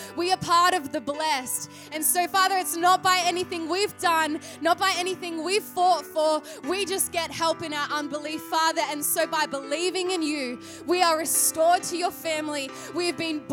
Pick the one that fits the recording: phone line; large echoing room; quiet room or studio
large echoing room